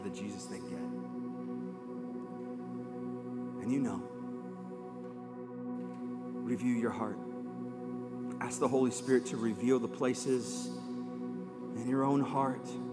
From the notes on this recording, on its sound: live from Covenant Church